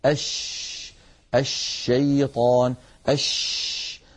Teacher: يبدأ صوت الشين من مخرجه، يعني من وسط اللسان، ثم يتابع الصوت خروجه فيصطدم بالصفحة الداخلية للأسنان العليا، فينشأ عن هذا العمل كله انتشار لصوت الشين في أرجاء الفم ويتابع خروجه خارج الفم. · Term: التفشي